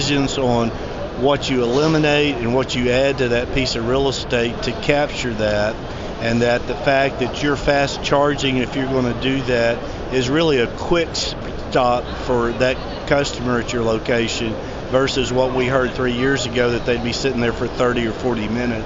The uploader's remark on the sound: While attending the NACS Show 2021 in Chicago. On the trade show floor.